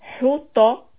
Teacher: Ta is heavy, raising the back of the tongue. And the tamar buta in the end becomes a ha sound when you stop.